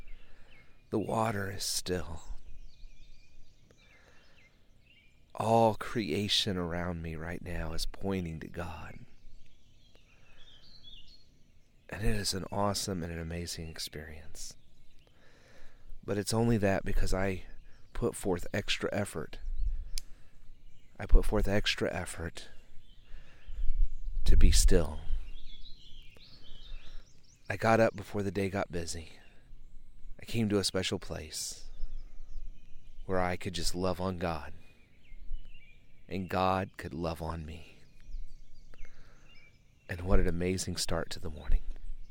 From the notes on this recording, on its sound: This is the first (and, as of right now, only) episode that I have recorded in the outdoors.